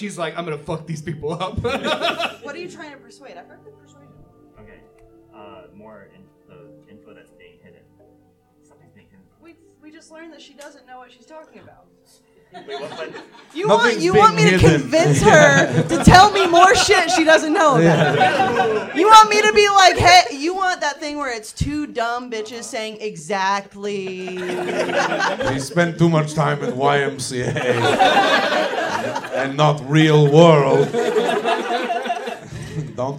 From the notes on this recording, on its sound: from our new live show, Thirst For Adventure!